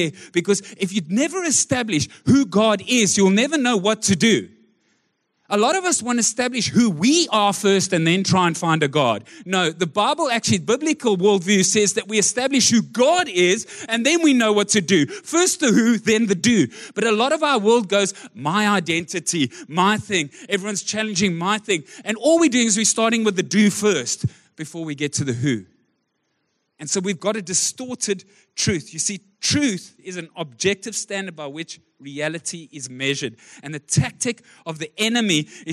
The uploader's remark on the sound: Recorded live on Sunday the 15th October 2023